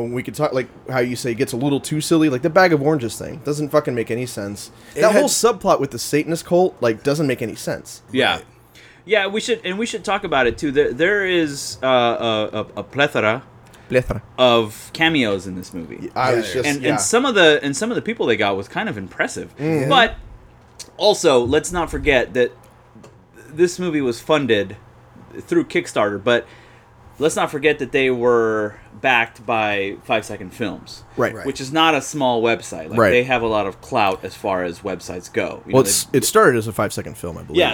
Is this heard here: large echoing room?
no